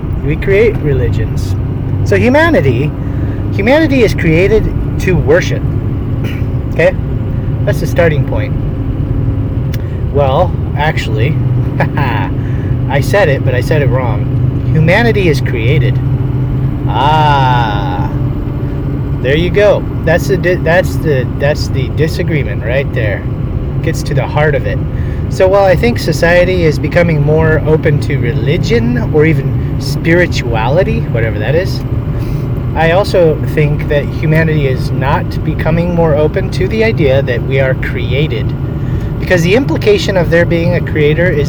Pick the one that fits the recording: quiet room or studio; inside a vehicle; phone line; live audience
inside a vehicle